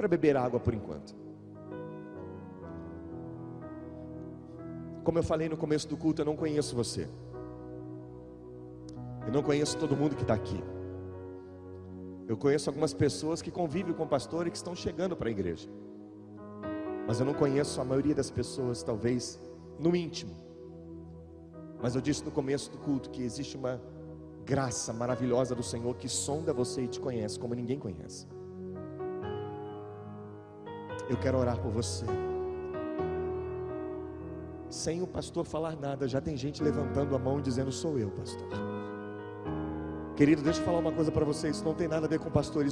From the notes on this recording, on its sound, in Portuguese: Gravado ao vivo na igreja.